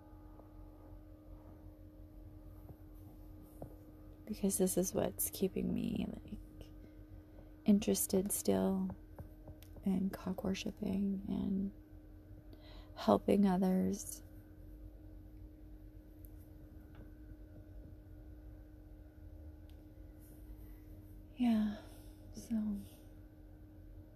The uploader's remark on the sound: Terrible background noise in the neighborhood.